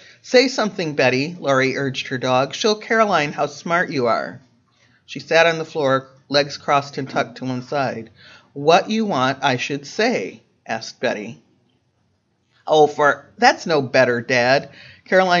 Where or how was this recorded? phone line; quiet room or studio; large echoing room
large echoing room